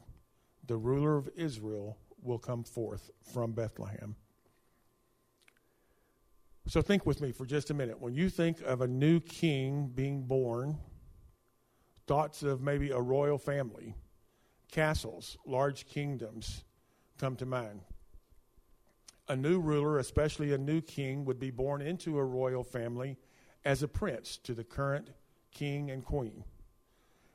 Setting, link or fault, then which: setting, large echoing room